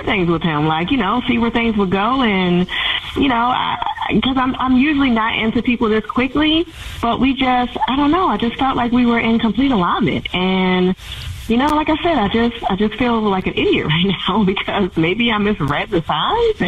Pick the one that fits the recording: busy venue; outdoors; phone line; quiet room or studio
phone line